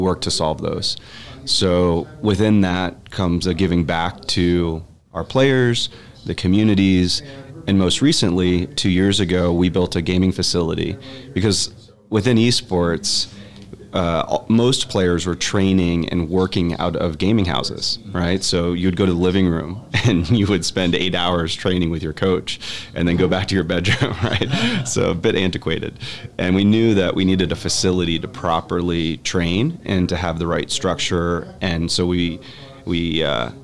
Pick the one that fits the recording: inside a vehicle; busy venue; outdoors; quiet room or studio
busy venue